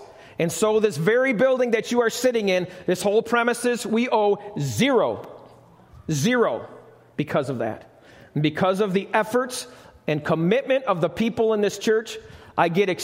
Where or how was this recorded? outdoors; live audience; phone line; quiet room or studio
live audience